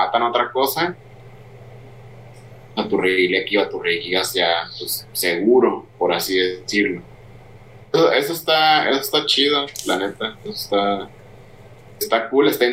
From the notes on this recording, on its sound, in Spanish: De antemano una disculpa por los problemas técnicos de audio en este episodio.